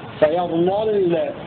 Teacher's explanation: فيظللنا فيها لمان، اللام الأولى مفتوحة تغلظ واللام الثانية ساكنة ترقق